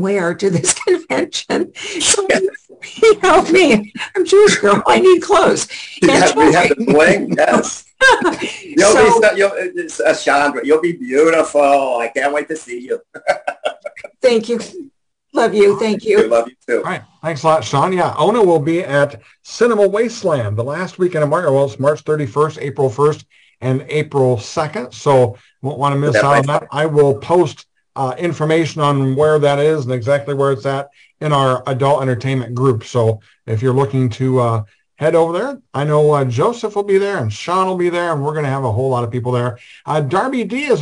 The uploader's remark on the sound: for our 3/12/2023 Zoom Show!